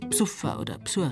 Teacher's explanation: Das unbetonte E in der Vorsilbe lässt der Bayer weg.